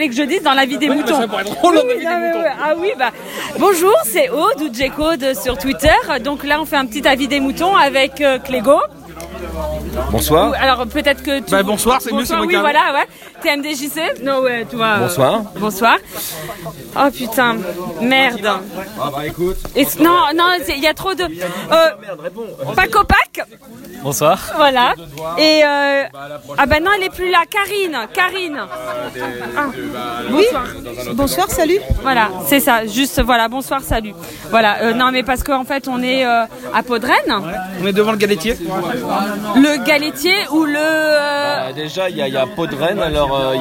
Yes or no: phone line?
no